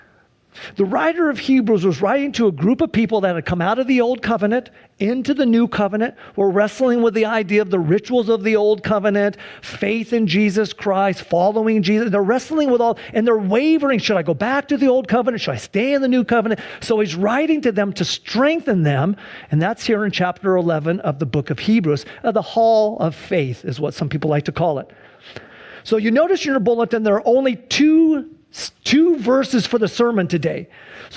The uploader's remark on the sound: Please enjoy this Sunday church service livestream.